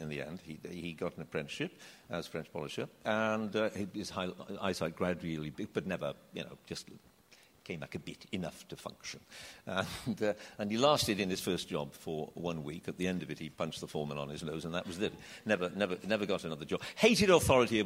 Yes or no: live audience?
yes